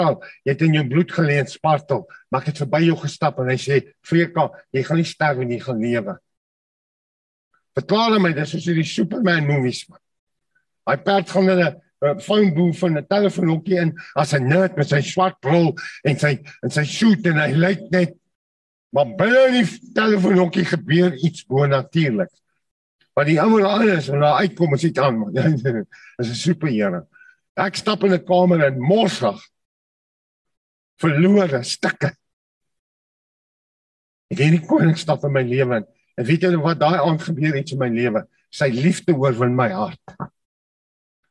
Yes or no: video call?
yes